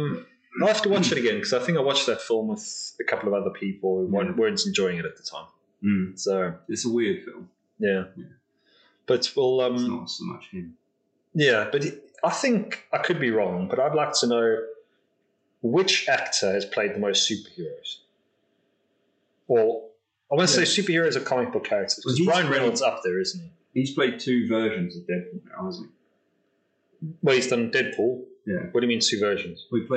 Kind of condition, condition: fault, poor sound quality